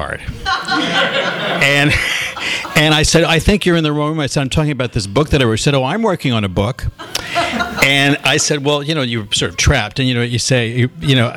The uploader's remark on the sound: THIS EVENT WAS RECORDED LIVE AT SKYLIGHT BOOKS.